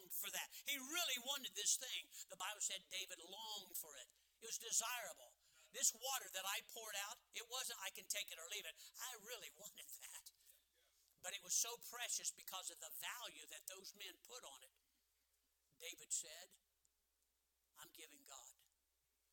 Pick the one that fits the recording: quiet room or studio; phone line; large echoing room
large echoing room